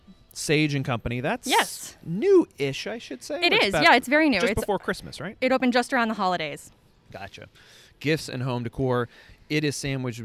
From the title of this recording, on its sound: Old Town Winchester Walking Tour